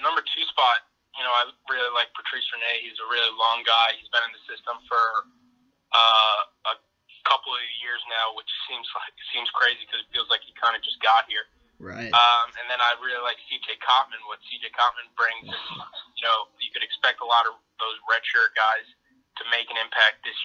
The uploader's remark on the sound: Called in to talk about the happenings so far in spring practice.